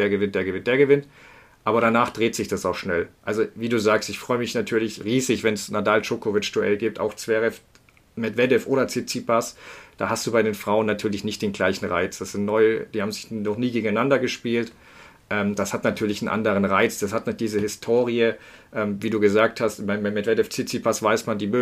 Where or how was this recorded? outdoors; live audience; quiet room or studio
quiet room or studio